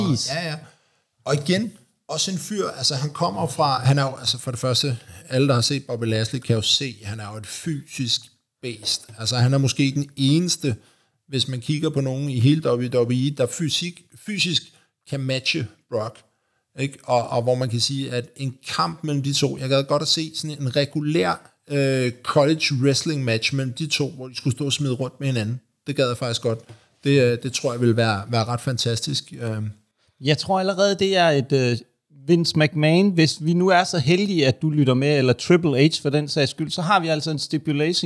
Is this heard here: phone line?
no